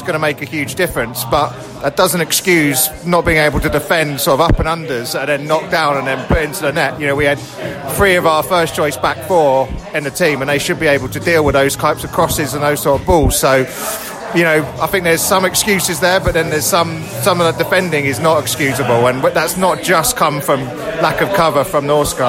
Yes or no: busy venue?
yes